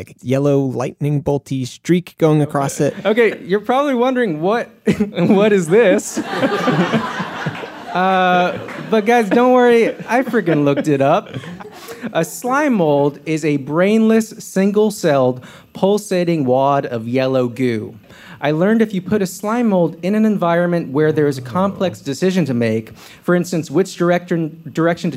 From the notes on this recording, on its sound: It’s a live game show. It was recorded as a live show back in May 2019 at the Greene Space in New York City.